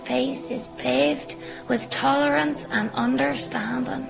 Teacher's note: It is a very sing songy accent, and the intonation goes up a lot.